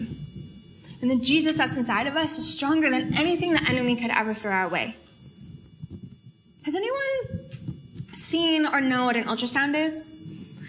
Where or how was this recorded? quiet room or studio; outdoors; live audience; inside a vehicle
live audience